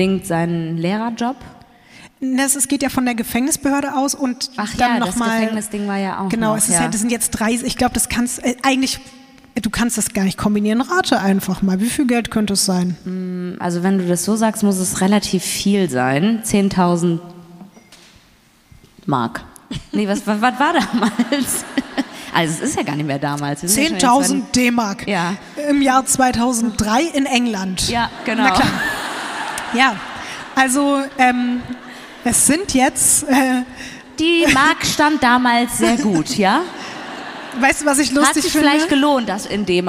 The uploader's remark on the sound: LIVE in Berlin.